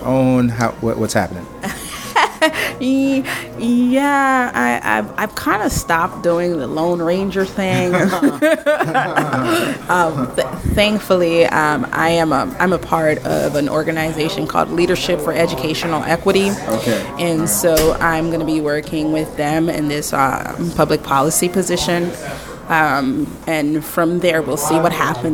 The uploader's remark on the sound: Live on location at Harold's Coffee.